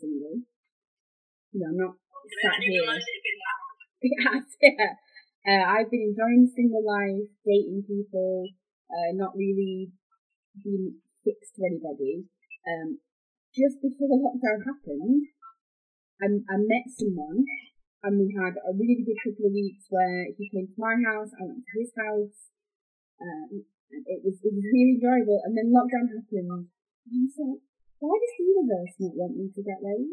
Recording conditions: poor sound quality